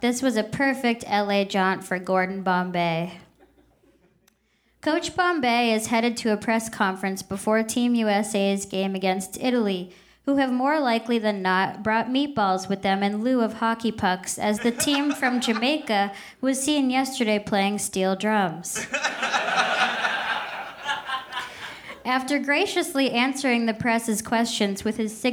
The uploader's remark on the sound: Recorded at the Davis Square Theater in Somerville, MA, on December 28, 2013.